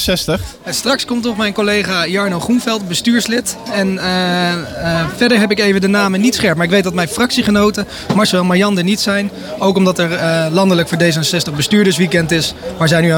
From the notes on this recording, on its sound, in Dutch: Live vanaf de activiteitenmarkt in Houten